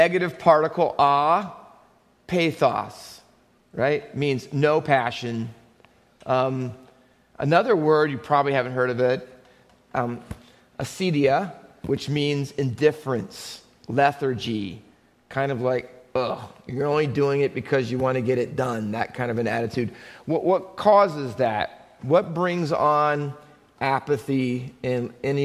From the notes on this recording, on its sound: Faith Baptist Church in Hamilton, NJ.